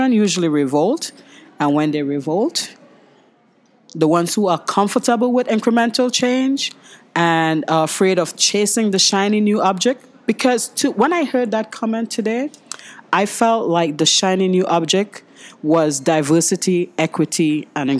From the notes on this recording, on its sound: LIVE from Graham Sessions 2019 in Austin, Texas